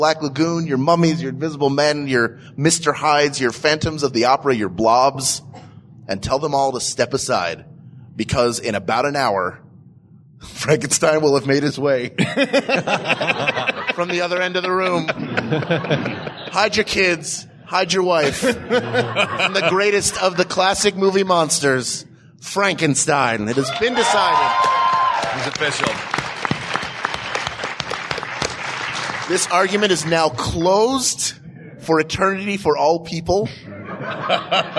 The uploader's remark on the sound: Recorded Live at Dragon Con